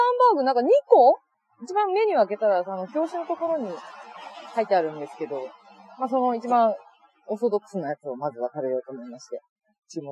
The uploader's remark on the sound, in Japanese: お散歩しながらの収録のため聞き取りづらい場面があると思いますがご了承願います